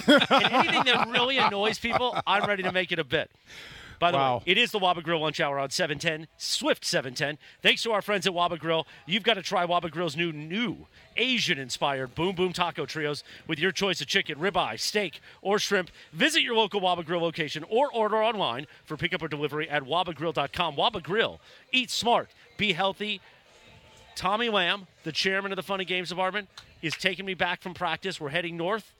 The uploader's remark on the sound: LIVE from Rams Camp in the City of Irvine. SUPER CROSSTALK.